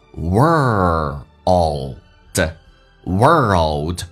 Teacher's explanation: 美式发音重度卷舌卷到极限，再往前推靠向你的硬腭